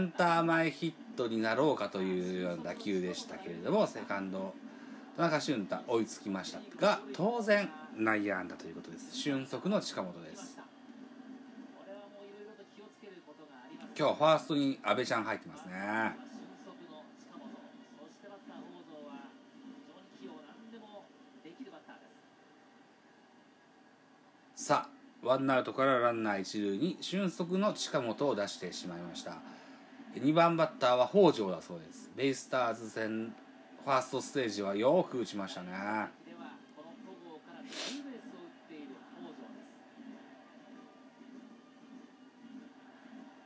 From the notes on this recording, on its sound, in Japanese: 東京ドーム。IPad収録版。